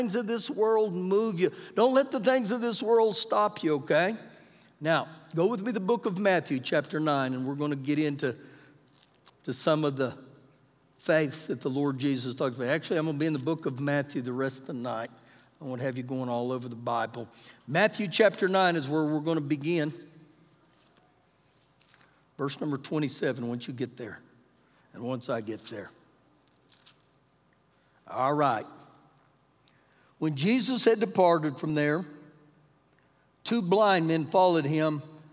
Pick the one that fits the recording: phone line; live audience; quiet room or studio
live audience